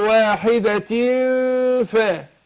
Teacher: من بطن الشفة السفلى مع اطراف الثنايا العليا